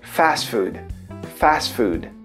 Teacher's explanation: Tem esse i no final que a gente fala em português, que é o food. Né? Esse i você corta fora se você quiser falar em inglês.